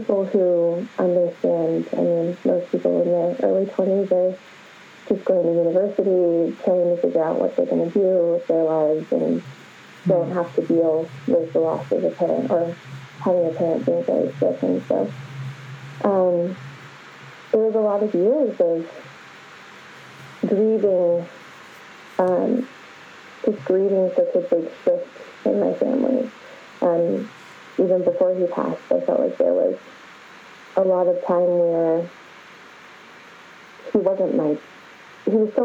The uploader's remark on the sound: slight sound issues with the recording